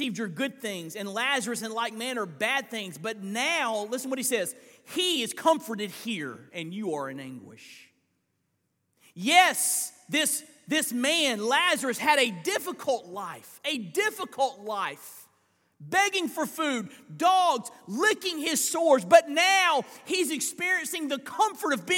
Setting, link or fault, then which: setting, large echoing room